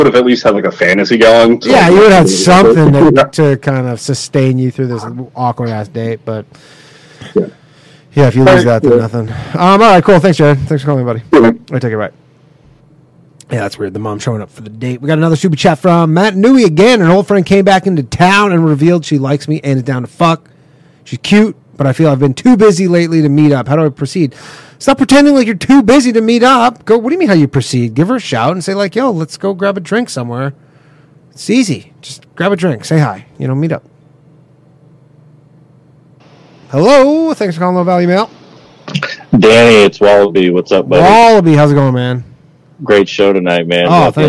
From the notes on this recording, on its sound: The bad advice question/call in show.